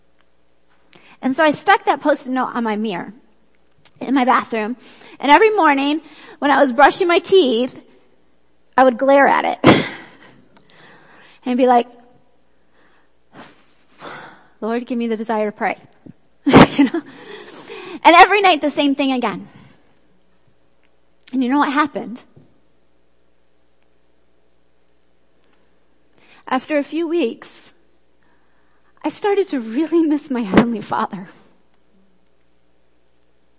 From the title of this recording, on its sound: Worship Service - Audio